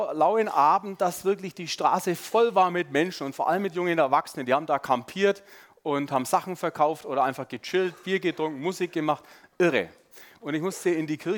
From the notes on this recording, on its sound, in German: Sonntagspredigt beim SUMMIT 2023